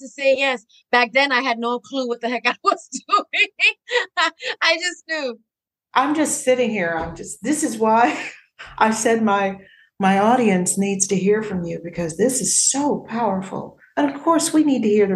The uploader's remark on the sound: The interview was via Zoom, not in a studio